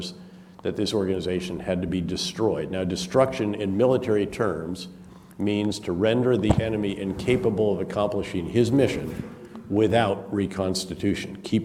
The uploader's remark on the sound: This public lecture was conducted both in-person and via Zoom